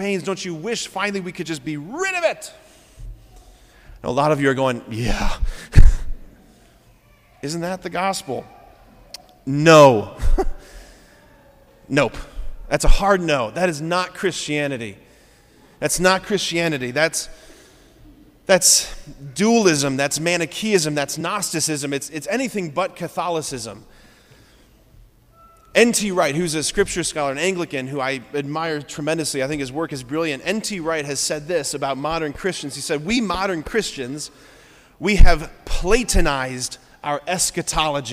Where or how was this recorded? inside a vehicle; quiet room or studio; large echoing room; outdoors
large echoing room